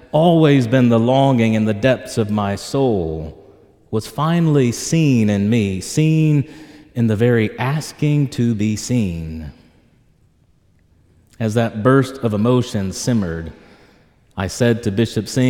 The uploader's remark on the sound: This homily was preached in Church of the Ascension, Knoxville, Tennessee